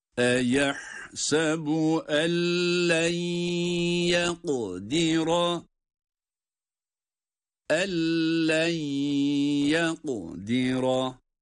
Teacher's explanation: Eyahsebu ellen yakdira ellen yakdira devamında da en len yakdira diye okurken ellen idgamı bilahunne ile len yakdira de idgamı maalhunne ile okunmalıdır